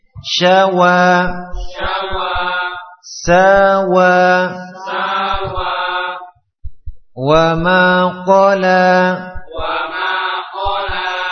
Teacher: wa bibirnya dihimpun ke depan seperti mengucapkan dhamma